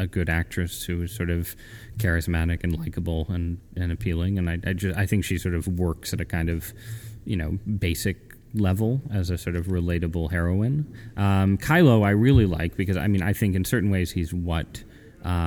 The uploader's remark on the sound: We hope you enjoy and aren't distracted by the ambient noise of the conference.